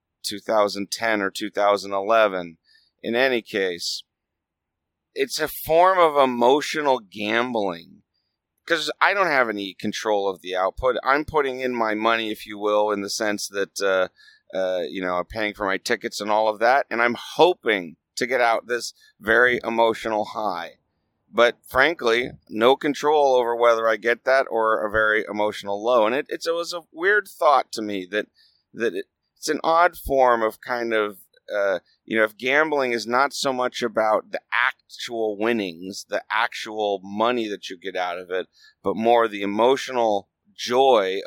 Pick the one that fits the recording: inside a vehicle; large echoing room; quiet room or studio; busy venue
inside a vehicle